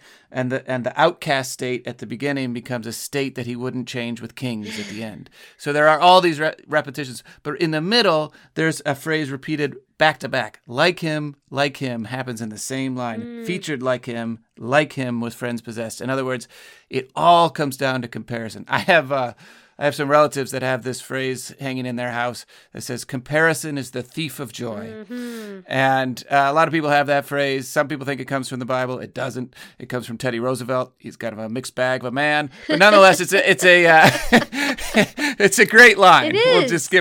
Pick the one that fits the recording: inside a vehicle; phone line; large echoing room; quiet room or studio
quiet room or studio